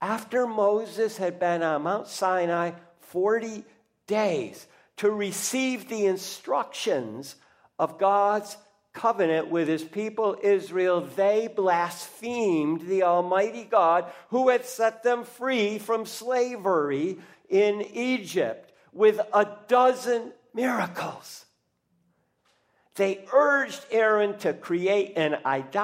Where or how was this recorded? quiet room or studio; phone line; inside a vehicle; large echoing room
large echoing room